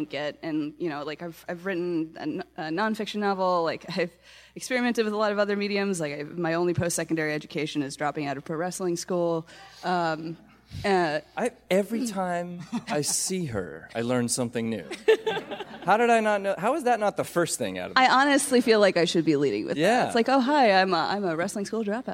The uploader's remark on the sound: DC Vertigo Panel (New York Comic Con 2018). Recorded October 5, 2018 at New York Comic Con.